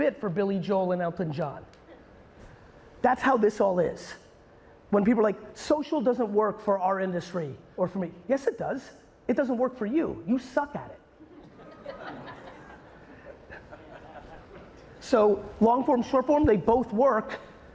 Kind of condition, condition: setting, live audience